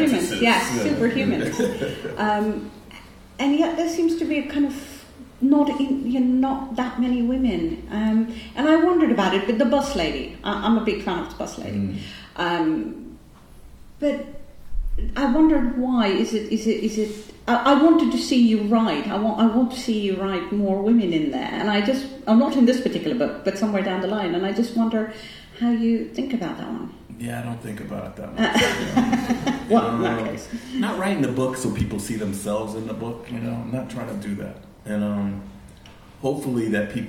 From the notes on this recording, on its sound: a sold out crowd at Sutton House in Hackney, London